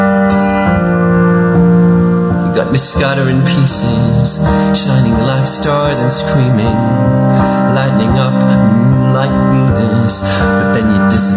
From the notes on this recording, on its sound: Recorded on my Android Phone, just me and the piano.